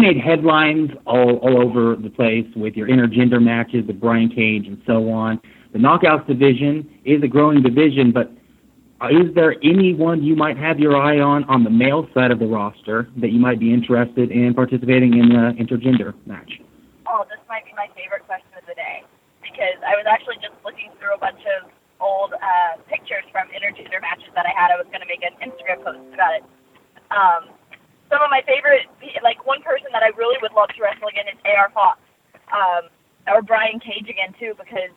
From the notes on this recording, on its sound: Impact Wrestling's August 9, 2018 media call